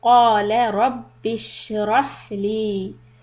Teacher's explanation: here we do hams on sheen and on ha sukun